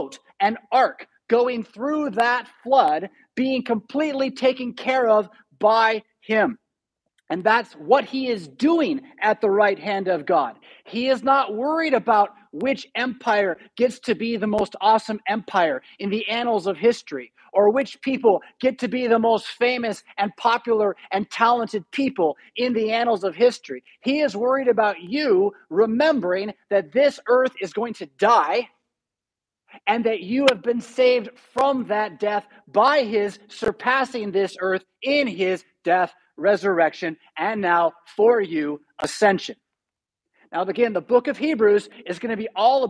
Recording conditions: large echoing room